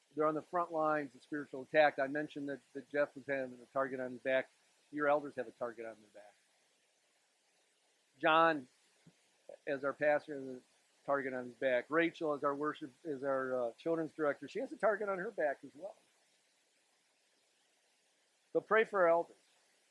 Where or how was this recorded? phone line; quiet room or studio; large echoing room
large echoing room